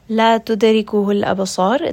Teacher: dal here is going to have qalqala, it is part of kutub jad.